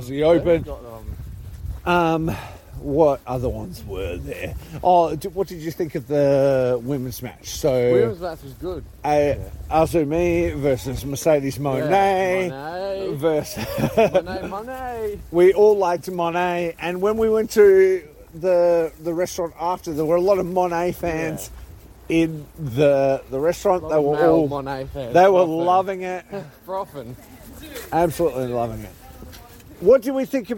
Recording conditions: outdoors